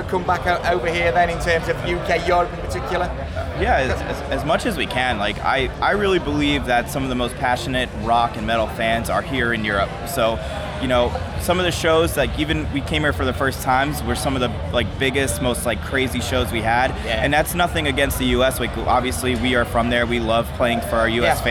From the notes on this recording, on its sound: at Download Festival 2019